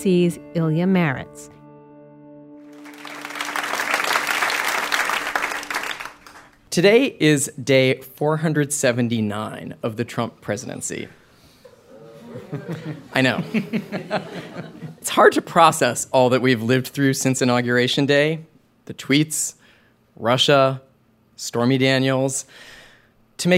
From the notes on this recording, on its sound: We held a live taping of the Trump, Inc. Podcast at The Greene Space in New York City.